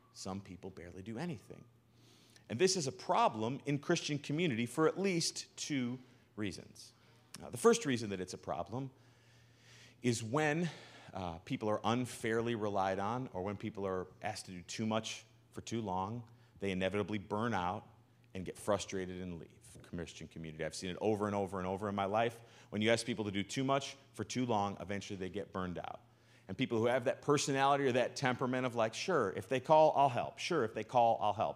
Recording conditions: large echoing room